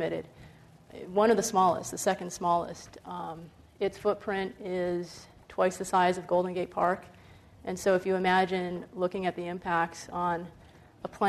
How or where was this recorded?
live audience